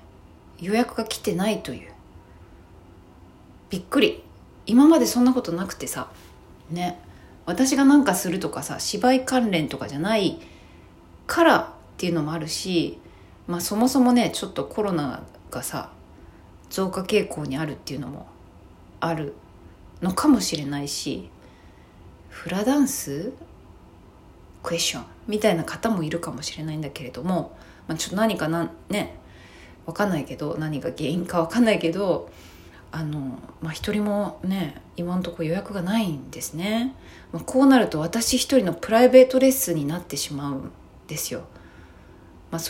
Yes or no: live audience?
no